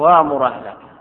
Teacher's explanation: نبدل الهمزة حرف مد من جنس الفتحة وهو الألف · Term: إبدال